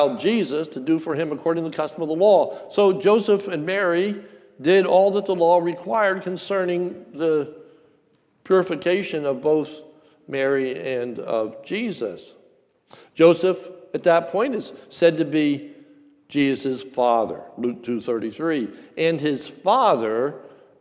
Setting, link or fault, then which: setting, large echoing room